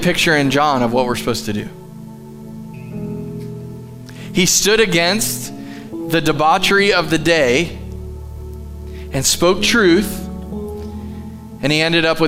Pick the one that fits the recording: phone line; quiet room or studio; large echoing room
large echoing room